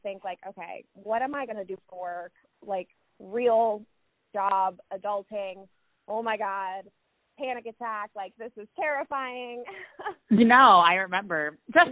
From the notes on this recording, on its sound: Joining us via phone from Cincinnati, Ohio.